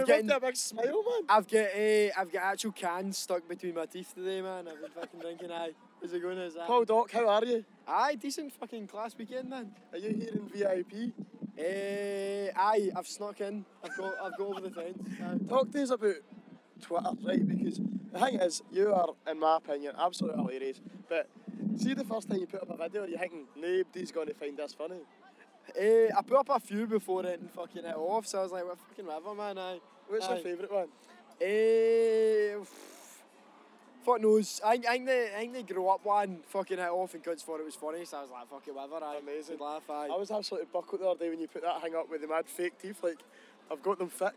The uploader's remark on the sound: TRNSMT Festival 2019. A TRNSMT Festival special recorded across all 3 days of the event.